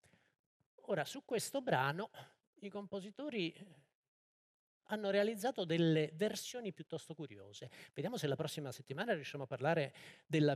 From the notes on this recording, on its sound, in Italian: Dal Maggio Musicale Fiorentino. Registrata a Firenze, Teatro del Maggio il 5 febbraio 2023.